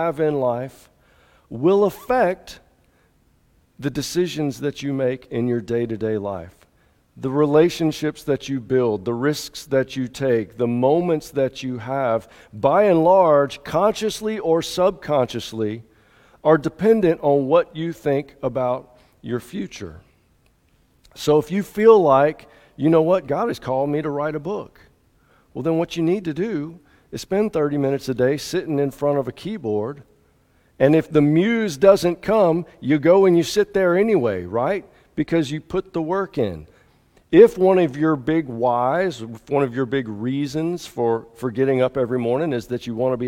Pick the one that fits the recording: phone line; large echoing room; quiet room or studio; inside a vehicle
large echoing room